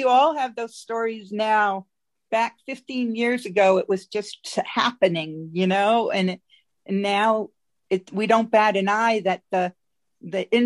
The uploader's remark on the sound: Zoom Call Recording